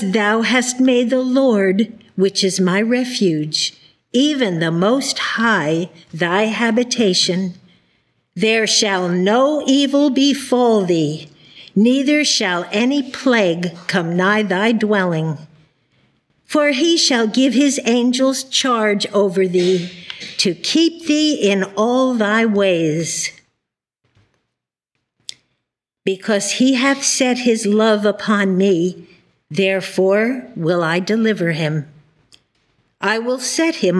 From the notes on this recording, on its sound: The Sunday service audio